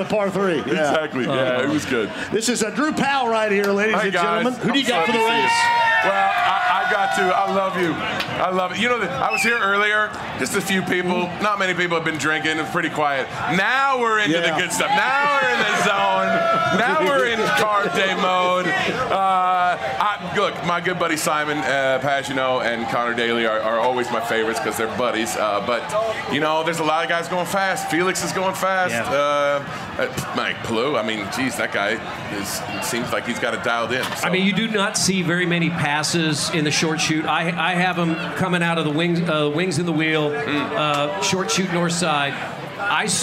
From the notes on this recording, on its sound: opens the show LIVE from Carb Day